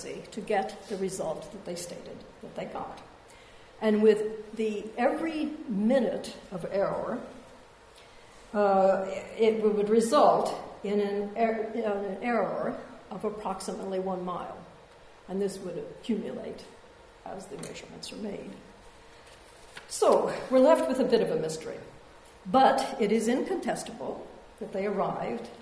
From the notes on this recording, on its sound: A public lecture. Part of the Al-Mizan exhibition which explores the connections between the sciences and arts in Muslim societies.